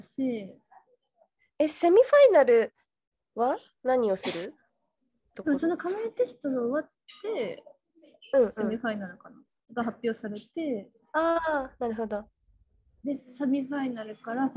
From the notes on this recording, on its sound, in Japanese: ノー編集。音質悪くてすみません。